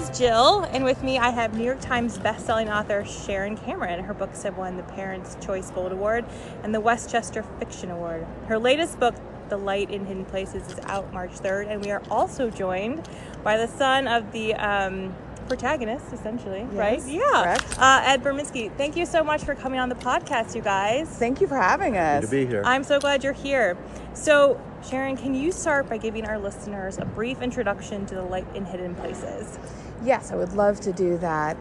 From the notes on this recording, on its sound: Interview was recorded in person at 2020 PLA in Nashville, TN, in February 2020.